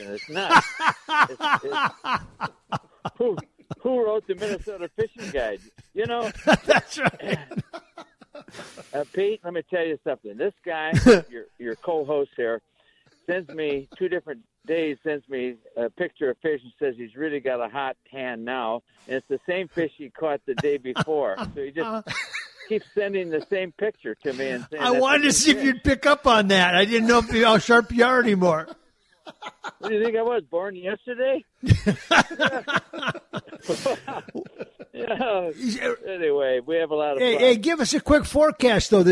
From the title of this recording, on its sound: live from the fishing opener